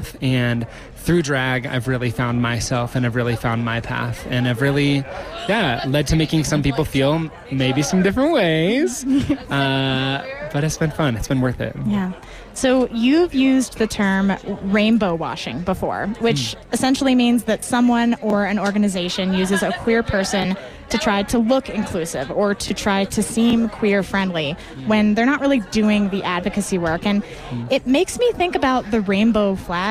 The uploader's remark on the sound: As part of a live broadcast from Aspen Ski Week.